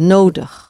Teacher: The I-G bit at the end of words gets pronounced like a again, like this neutral sound